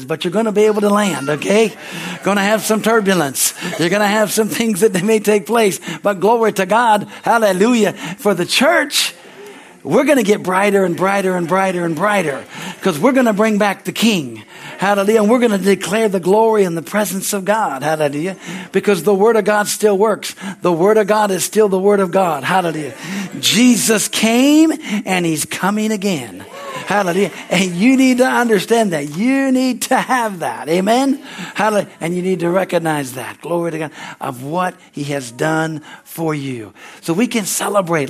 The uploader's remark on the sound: from the Christmas Eve service on December 24, 2023 at Harvest Bible Church in Stockton, CA